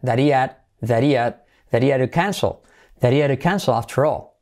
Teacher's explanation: y salto el H del had